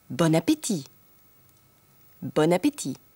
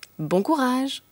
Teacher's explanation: Beginnt das folgende Wort mit einem Vokal, spricht man nicht bon, sondern die entnasalierte Form bon. · Shown in: first take